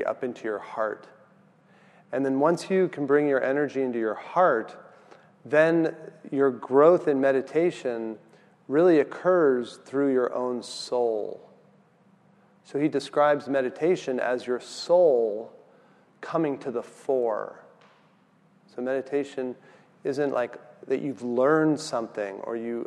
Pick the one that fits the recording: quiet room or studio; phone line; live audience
live audience